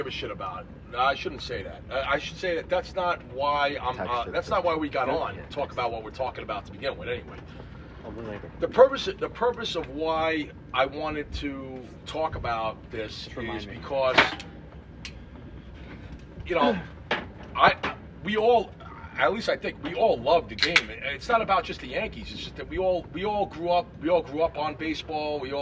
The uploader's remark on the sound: Was going bezerk on the pool so we moved back to the patio and ran mics.